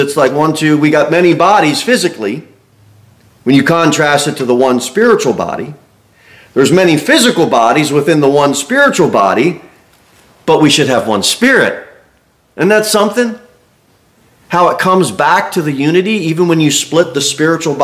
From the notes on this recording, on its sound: Sermon delivered at Pilgrim Baptist Church on Sunday, October 22, 2023, at 2-15 pm. Cookeville, TN 38501.